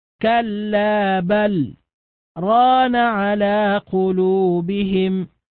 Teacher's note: نقرأها بسكتة لطيفة بين اللام والراء ولا ندغم